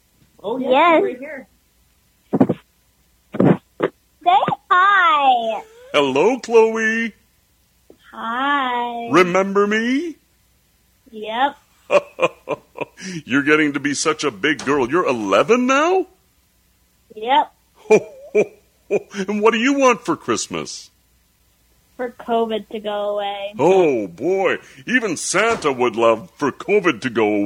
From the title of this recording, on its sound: phone call